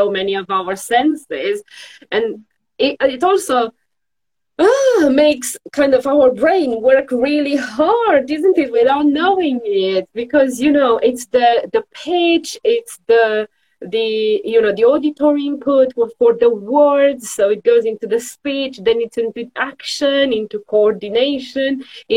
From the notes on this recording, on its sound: originally from an Instagram Live session on Sing Create Play